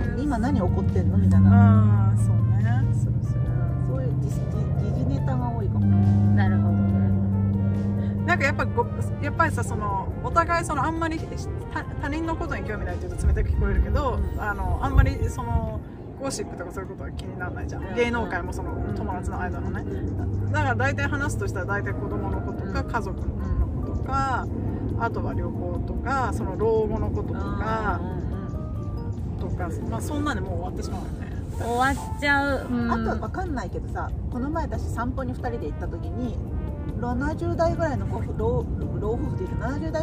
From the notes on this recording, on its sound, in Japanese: 今回のエピソードは屋外で緊急収録したため雑音が非常に多いです。そのレッカー車待ちの間に緊急収録をする運びとなりました。